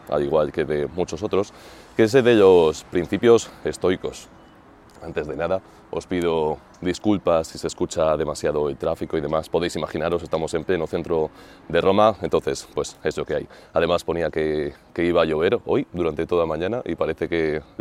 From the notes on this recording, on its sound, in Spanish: grabado frente al Coliseo, en pleno centro de Roma